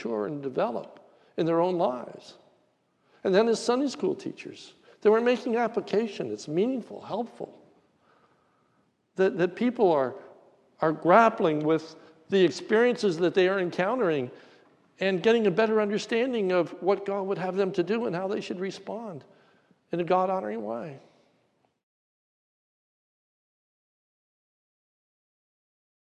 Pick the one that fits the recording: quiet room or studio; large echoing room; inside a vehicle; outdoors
large echoing room